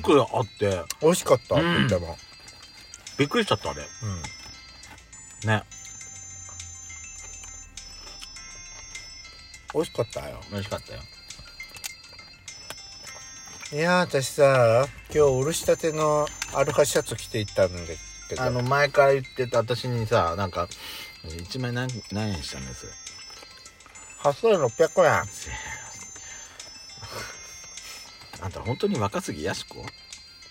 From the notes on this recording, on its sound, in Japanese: パーキング収録